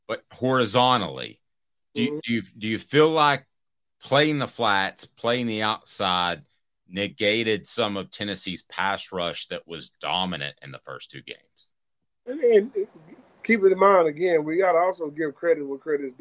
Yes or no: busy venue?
no